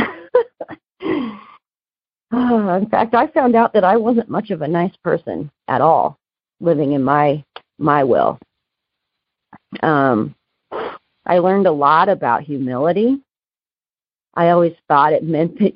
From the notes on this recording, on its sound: Noon Phone Speaker Meeting.